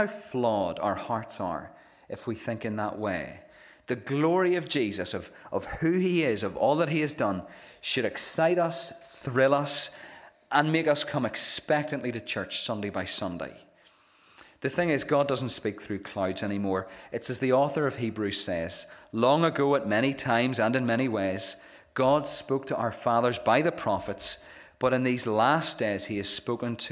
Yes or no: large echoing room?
yes